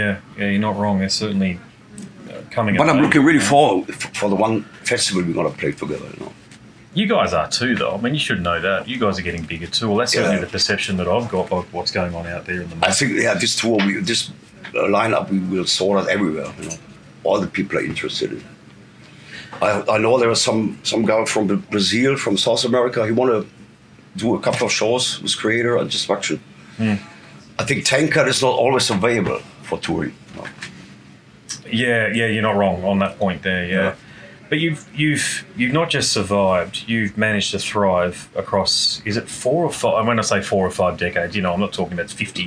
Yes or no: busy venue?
yes